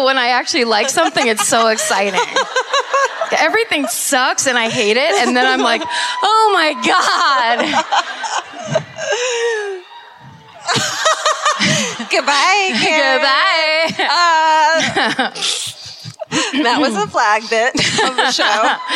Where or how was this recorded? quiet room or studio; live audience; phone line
live audience